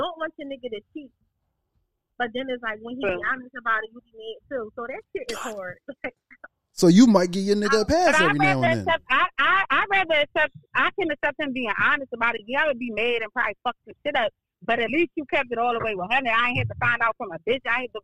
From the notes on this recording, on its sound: We also take 2 phone calls